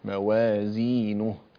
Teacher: موازينه في ضم النون ضما كاملا